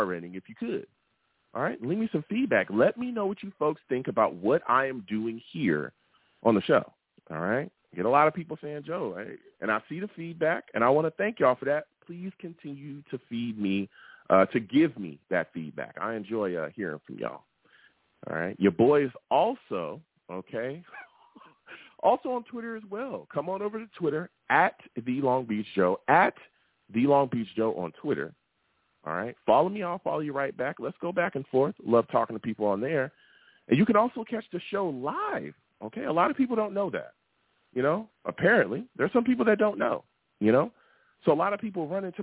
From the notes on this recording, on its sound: I take live callers!